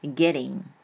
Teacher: 注意这个 t 介于两个元音之间且不在重读位置的时候，我们要读什么？我们要读一个类似于 d 的音